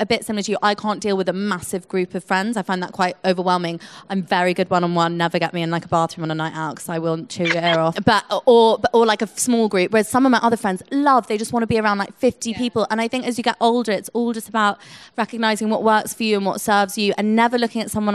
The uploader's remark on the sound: Live from Happy Place Festival. This episode is recorded from Happy Place Festival in Chiswick.